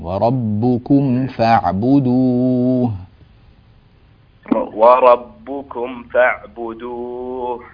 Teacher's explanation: الميم الساكنة بعدها فاء حكمها الإظهار